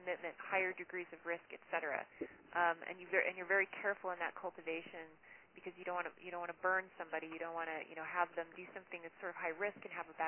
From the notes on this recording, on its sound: Our speakers on this call were